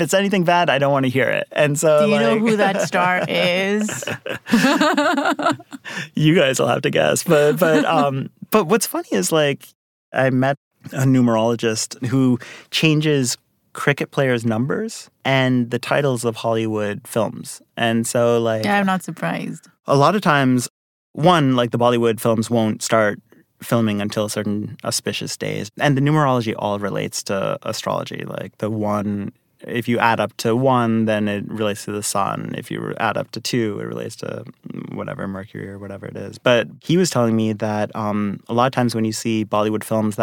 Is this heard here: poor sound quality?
no